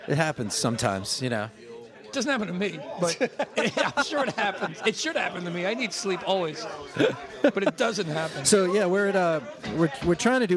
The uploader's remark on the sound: amongst the wonderful noises of the Saint Vitus Bar basement.